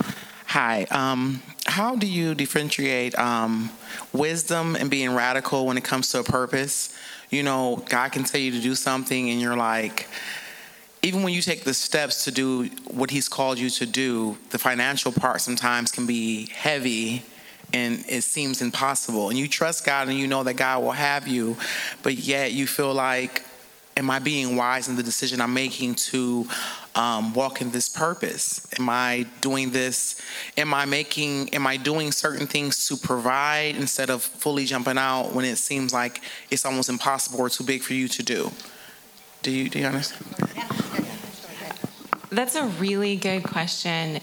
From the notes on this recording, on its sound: From the 2023 Interactive Women's Leadership Conference. Featuring our panelists and Q&A with audience members.